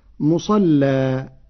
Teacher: قرأ ورش كلمة مصلى بتغليظ اللام وصلا، أما إذا وقف فيجوز له التغليظ مع الفتح والترقيق مع التقليل، والفتح والتقليل لغتان من لغة العرب.